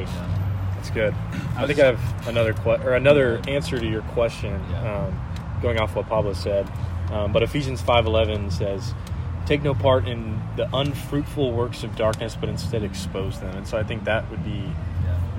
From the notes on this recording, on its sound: Apologies for some of the background noise.